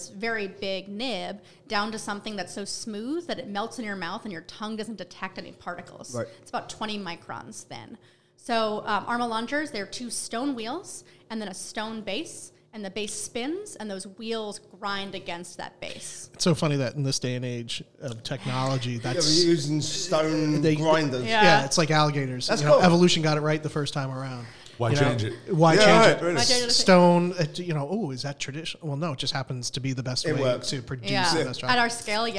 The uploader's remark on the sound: at the New York City Coffee Festival